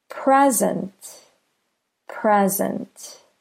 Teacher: Do you hear how pre is longer than sint? Present. The first syllable is stressed.